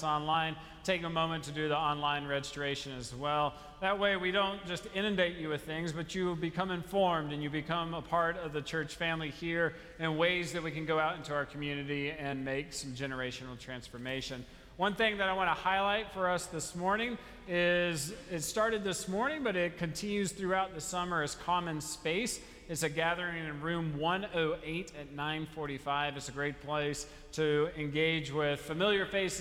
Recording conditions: large echoing room